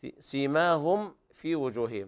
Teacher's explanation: نبه العلماء على عدم إخفاء الميم عند الفاء لأن بينهما تقارب في المخرج